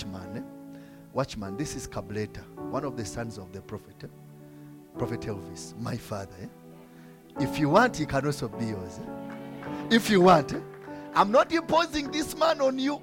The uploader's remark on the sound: From the Limitless Worship Fellowship.